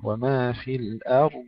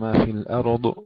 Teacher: لا نقلقل لا الراء ولا الضاد · Shown in: first take